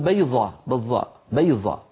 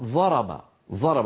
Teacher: يجعلون الضاد في كلامهم اليومي ظاء